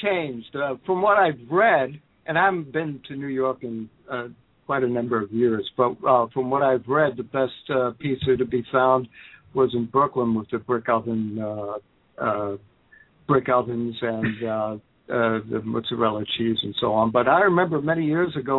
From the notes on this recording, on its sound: Another packed show with callers from Egg Harbor, New Jersey, Sonoma, California, Miami, Florida, Limestone, Tennesee, The San Fernando Valley, CA, Shortsville, NY, Nova Scotia, Canada, West Seattle, Washington, Rochester, NY and Philadelphia, PA.